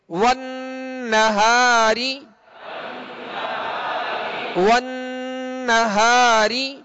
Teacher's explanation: باریک پڑھیں گے اس لیے کہ را کے نیچے زیر ہے